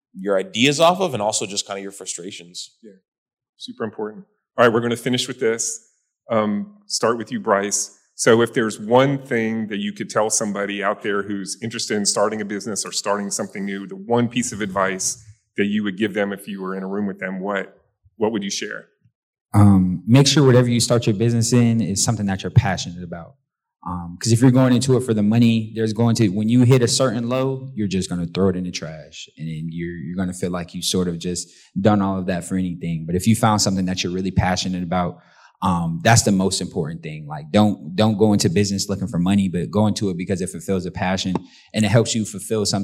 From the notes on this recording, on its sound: Recorded in front of a live audience at the inaugural Access Tallahassee YP Summit held at the FSU Conference Center in April.